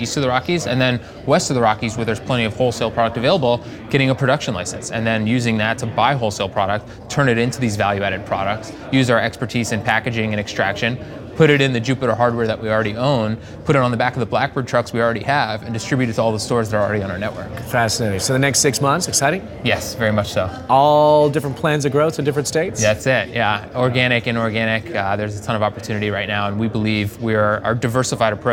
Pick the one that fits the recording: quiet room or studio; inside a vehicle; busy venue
busy venue